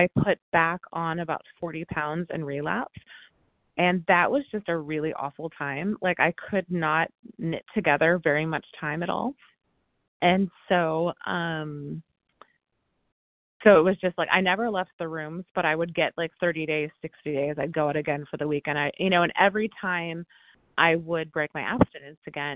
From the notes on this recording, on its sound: from the 100 Pounders Phone Meeting